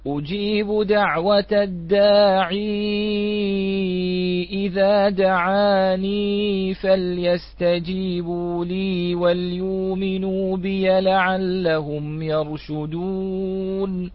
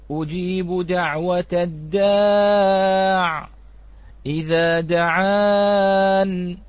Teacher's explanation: فقرأ بإثبات ياء بعد كلمة الداعي ودعان · Shown in: first take